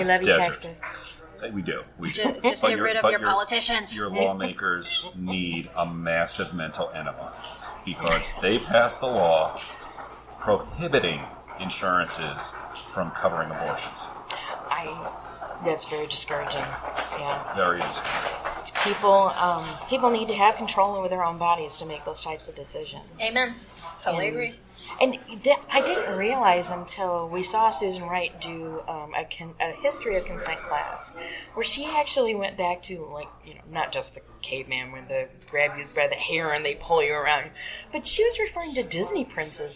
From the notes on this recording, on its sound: Brought together over 400 rope enthusiasts & instructors from all over the world. This gathering of legendary riggers made Orlando the temporary center of the roping world and we were able to conduct 6 interview from the convention floor.